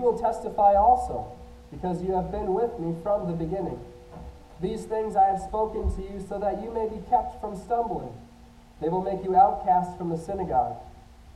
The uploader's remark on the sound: I apologize for the sound quality, we are working through some technical difficulties but will hopefully get it fixed next week.